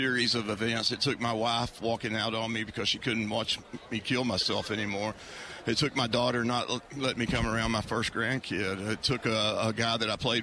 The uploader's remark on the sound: Live From Radio Row At Super Bowl 57.